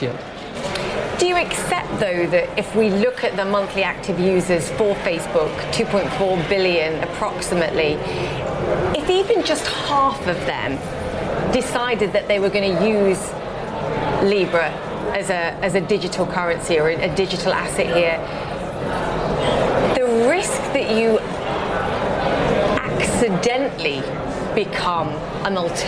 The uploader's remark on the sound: live from the New York Stock Exchange